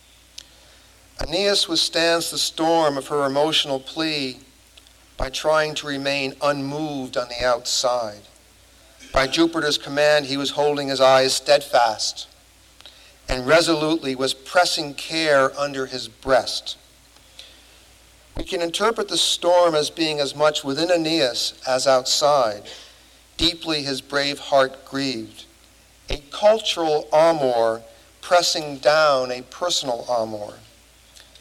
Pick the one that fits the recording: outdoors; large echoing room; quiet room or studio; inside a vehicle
large echoing room